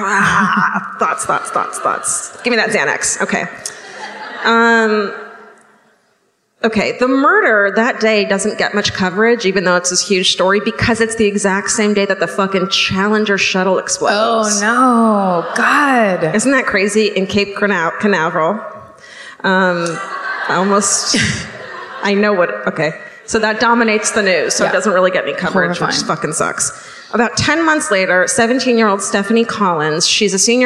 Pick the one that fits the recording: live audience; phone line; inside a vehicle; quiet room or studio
live audience